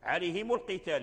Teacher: هذيك القتال هذيك الهمزة همزة وصل، القتال لأن كاين همزة هنا، همزة الوصل لا تثبت في الدرج، إذا أدرجت الكلام مع الكلمة مع الكلمة همزة الوصل تحذف. · كلهم يضموها لأن اجتمعت الميم مع الحرف الساكن · Term: ميم الجمع